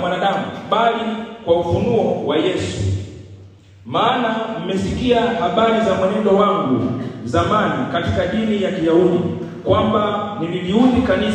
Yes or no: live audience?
yes